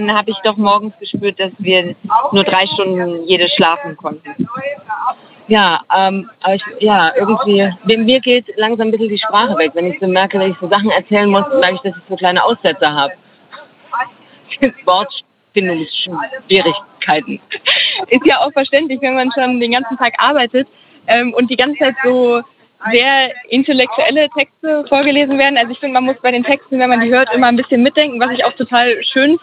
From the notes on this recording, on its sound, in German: Live Reportage vom Markt. In dieser Live-Reportage vom Leipziger Markt. Dieser Beitrag entstand live im Rahmen des Radiofestivals zum Leipziger Frauen*Festivals 2021. Bei Radio blau.